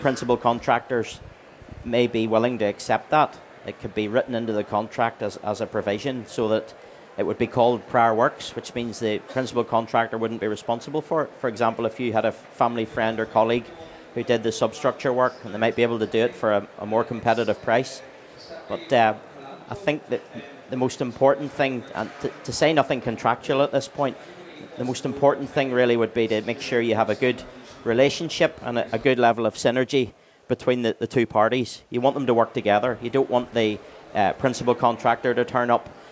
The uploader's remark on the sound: Recorded at Selfbuild Live Belfast in October 2023.